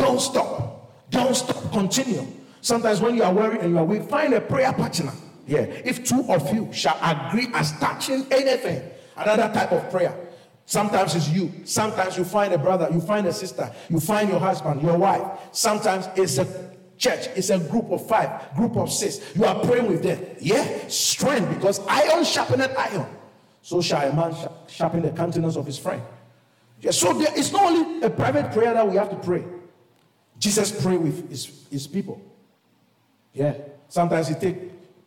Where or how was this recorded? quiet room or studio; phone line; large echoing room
large echoing room